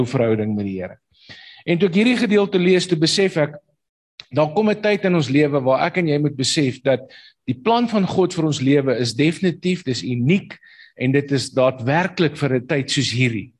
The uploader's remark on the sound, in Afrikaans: Manne van die Woord Zoom Byeenkoms